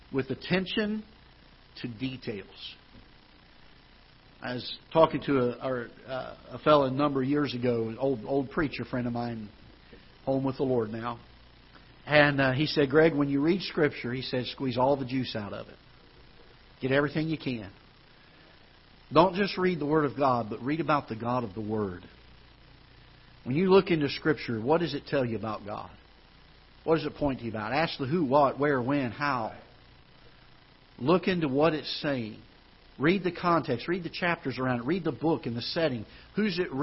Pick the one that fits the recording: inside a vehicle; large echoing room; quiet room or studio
large echoing room